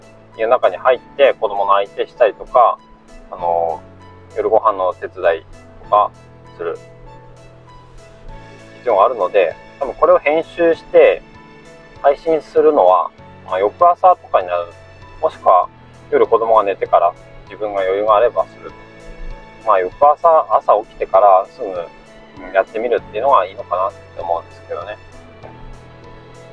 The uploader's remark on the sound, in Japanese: 車中のため音質は悪いです。